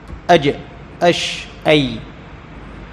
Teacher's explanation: وهكذا الجيم والشين، والجيم والشين هذه تخرج من وسط اللسان، لاحظ تجد وسط اللسان يرتفع فيلامس، يعني الحنك، يلامس الحنك، أي وسط الحنك الذي يسمى شجر الفم